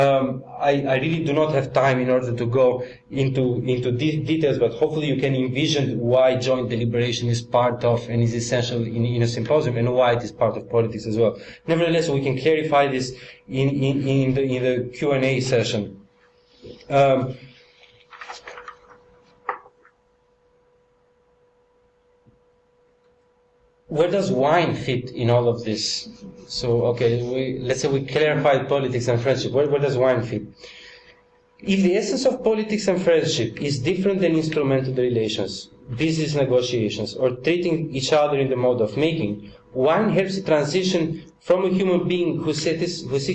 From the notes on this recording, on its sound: Part of the Politics in Strange Places conference held n Oxford University, September 2010.